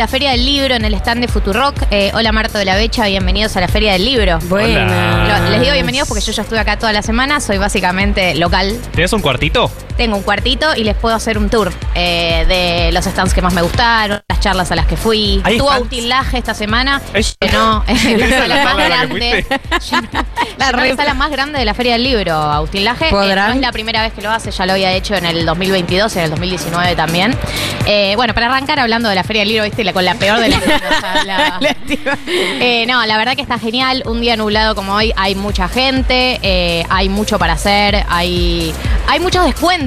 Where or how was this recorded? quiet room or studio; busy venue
busy venue